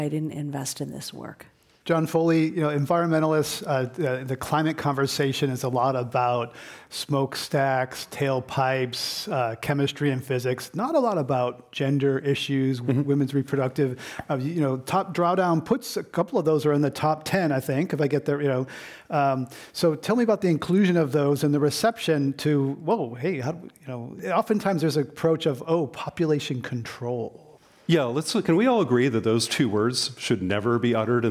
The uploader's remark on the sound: Part One of this program was recorded in front of a live audience at The Commonwealth Club in San Francisco on July 11, 2019. Part Two was recorded at the Commonwealth Club in San Francisco on January 17, 2019.